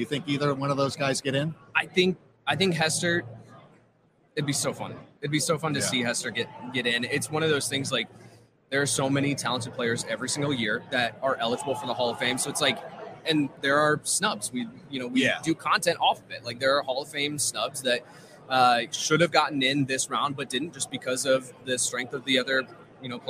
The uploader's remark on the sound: Live From Super Bowl LVIII